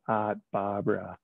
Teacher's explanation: As the coterie of R's disappear into obnoxiously long ahs